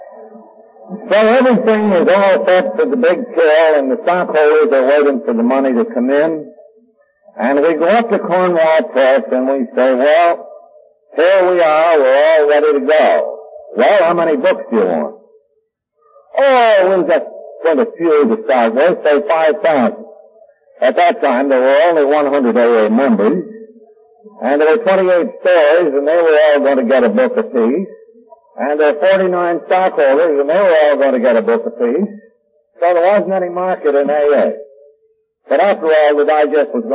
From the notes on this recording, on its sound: The quality of this recording is poor and because of that this recording is not for everyone. At parts it is difficult to hear what is being said.